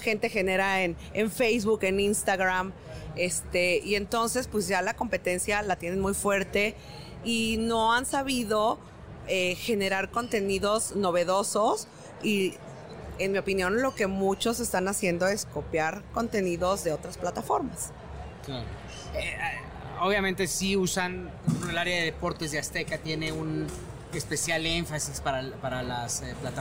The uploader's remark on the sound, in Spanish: Grabado en el stand de Output Podcast en el IAB Conecta 2019.